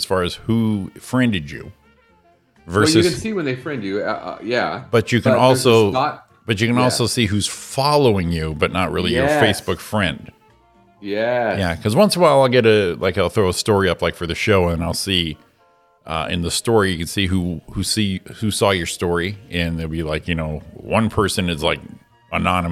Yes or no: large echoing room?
no